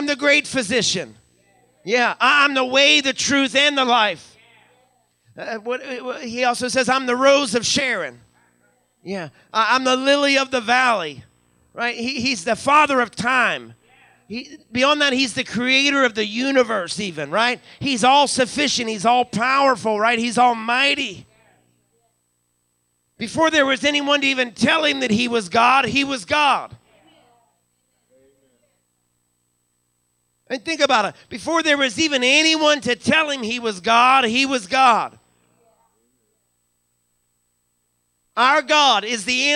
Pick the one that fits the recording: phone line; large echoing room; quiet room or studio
large echoing room